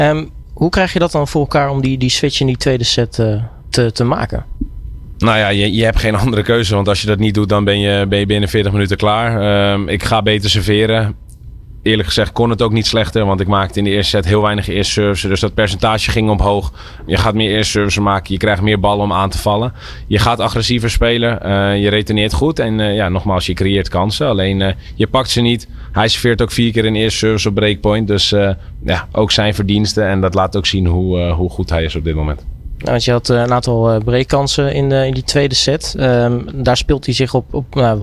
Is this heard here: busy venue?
yes